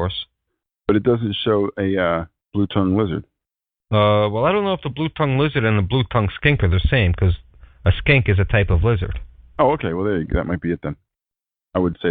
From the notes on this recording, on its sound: We tried a live broadcast through TalkShoe and will not do that again.